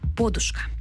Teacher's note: у словниках, виданих до 30-х років 20-го століття, широко зафіксовано наголос на префіксі – подушка. З таким наголосом слово подає словник Грінченка, також правописний словник Голоскевича і російсько-український академічний словник Кримського і Єфремова.